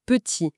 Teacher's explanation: exige que l'air soit coupé net sur la voyelle I. La consonne finale doit disparaître totalement.